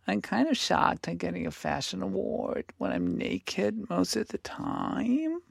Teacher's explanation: Going up at the end of the sentence. Going a little bit whispery. · Term: vocal fry